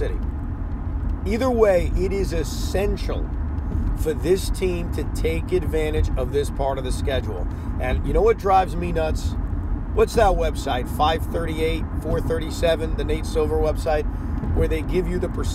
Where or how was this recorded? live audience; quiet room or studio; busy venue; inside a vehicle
inside a vehicle